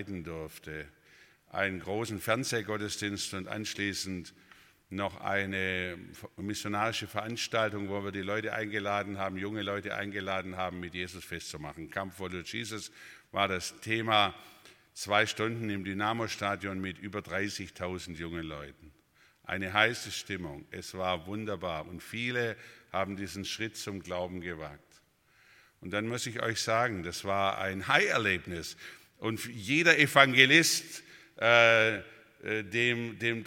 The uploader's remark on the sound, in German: aus dem Gottesdienst der Liebenzeller Mission